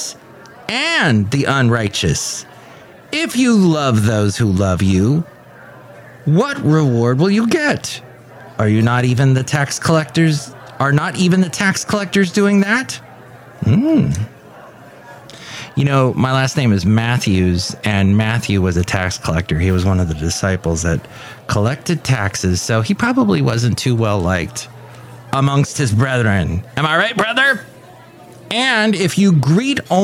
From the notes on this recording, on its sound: podcasts live from Café Anyway